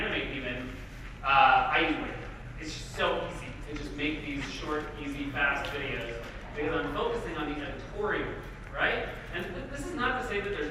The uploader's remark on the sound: I gave an amazing talk at the (Digital Crush Conference) in Washington